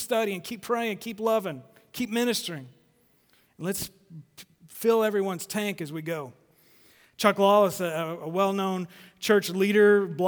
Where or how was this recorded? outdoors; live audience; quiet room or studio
live audience